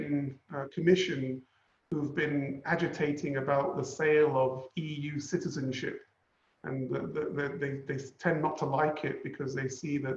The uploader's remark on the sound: Webinar audio recording dated 20 May 2020.